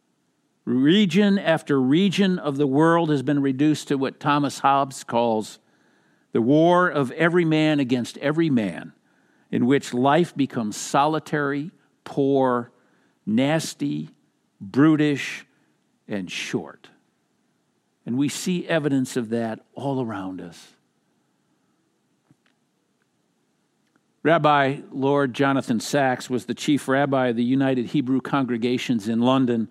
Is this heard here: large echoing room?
yes